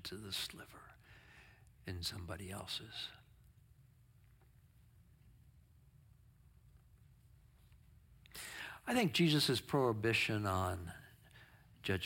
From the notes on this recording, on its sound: Sermon from our worship service on 7/16/23. Streamed live on video from our campus in Westlake Village, CA.